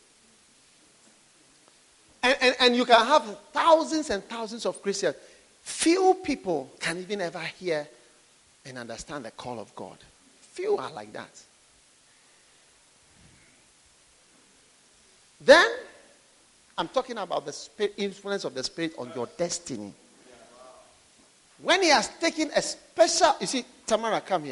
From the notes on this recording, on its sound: Today’s message is from the Sweet Influences of the Holy Spirit camp preached to University Students in Mampong in 2012.